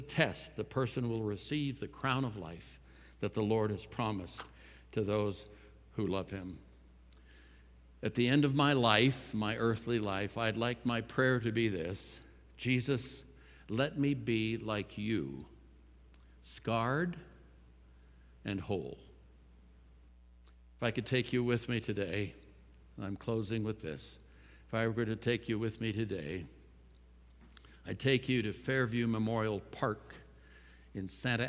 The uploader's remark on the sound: At Timberline Church - Audio. Live.